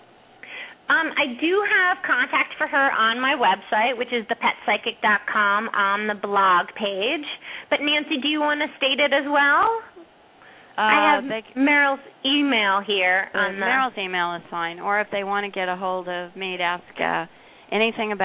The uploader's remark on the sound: open up the lines for listeners to call